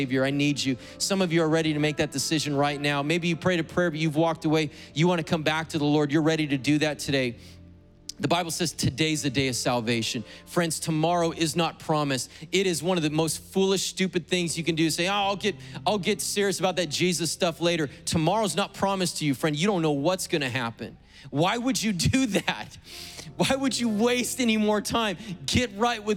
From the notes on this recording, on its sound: was preached on August 15th at the 11:30AM service.